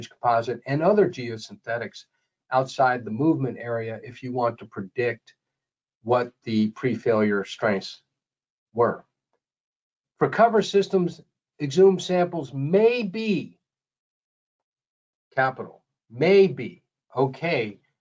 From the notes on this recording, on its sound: This is an audio version of the webinar.